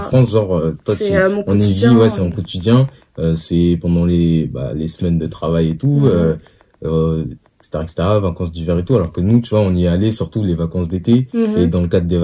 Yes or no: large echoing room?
no